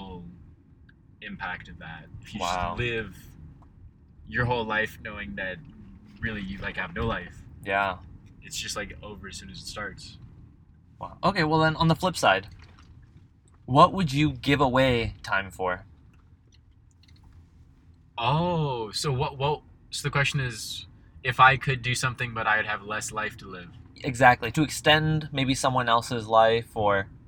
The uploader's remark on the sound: Recording a Podcast Episode but We're Driving Around and It's 100 Degrees Outside. We attempt to record an episode in the car.